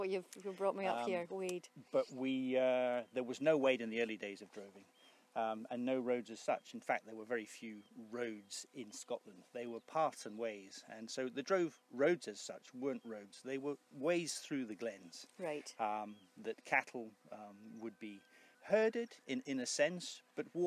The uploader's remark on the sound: As part of Strathearn Festival of the Arts. As they walk the Drove Roads of Strathearn.